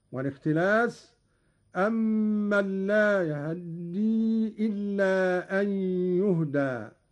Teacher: قرأ قالون باختلاس فتحة الهاء، وهو اختلاس الجزء الأكبر من الفتحة مع السرعة، وله أيضا الإسكان، وكل من الاختلاس والإسكان ورد لغة وقراءة هكذا: أمن لا يهدي إلا أن يهدى.